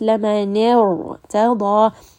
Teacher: Okay, so there's hamzatul wasl, ra with a sukoon. I am skipping over that hamza and I'm going to go straight to the ra. And because of this, the ra is going to be heavy.